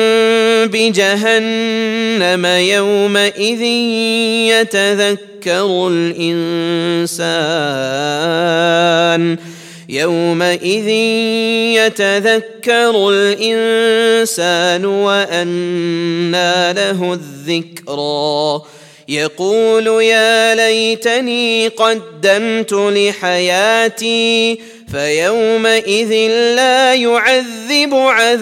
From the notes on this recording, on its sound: at the Houghton Masjid (West Street)